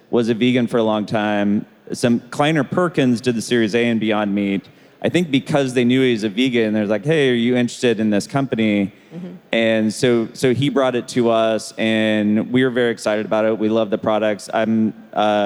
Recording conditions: busy venue